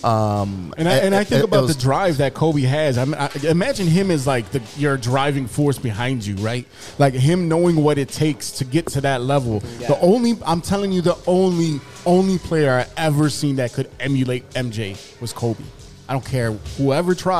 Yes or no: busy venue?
yes